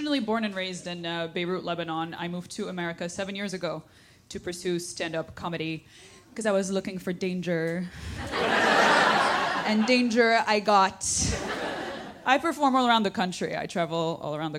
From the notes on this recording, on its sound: all while keeping the audience in stitches